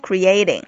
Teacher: 重音呢是在中间的这个 a 上面